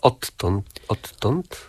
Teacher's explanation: Pisownia inaczej, wymowa inaczej, ale w tej formie, którą pan przywołał, wymawiamy podwójne t odtąd, mimo że w zapisie ortograficznym mamy d i t